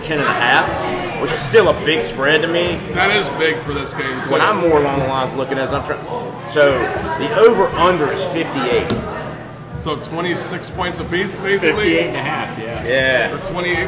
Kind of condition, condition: setting, busy venue